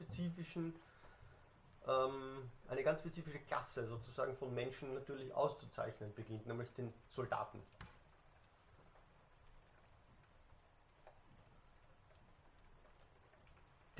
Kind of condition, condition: setting, large echoing room